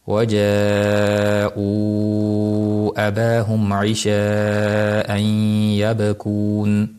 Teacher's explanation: mad munfasilni ana o'sha holatda 4 yoki 5 harakat cho'zib o'tamiz